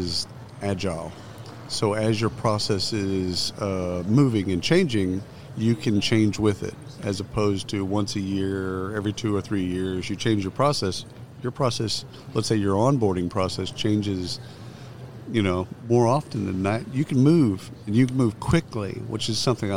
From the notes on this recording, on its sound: Live from SHRM 2022.